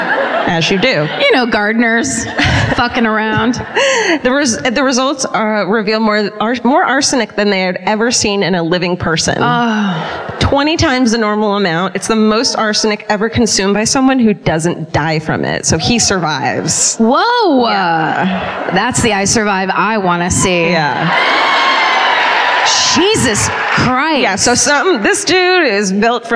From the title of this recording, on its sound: Live at the Belk Theater in Charlotte